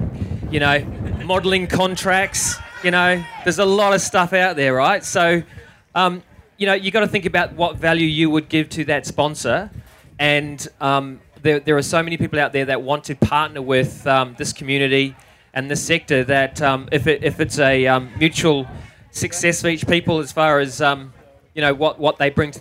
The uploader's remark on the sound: A recording of the Q&A session that I hosted live at the BBQ & Beer Roadshow 2017. This very exciting bonus episode is a recording of the Q&A session that I hosted live at the BBQ & Beer Roadshow 2017.